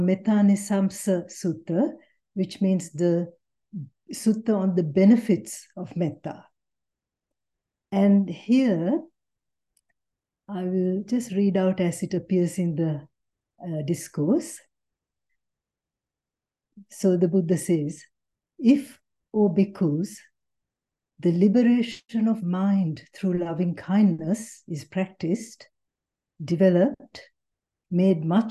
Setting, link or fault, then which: link, video call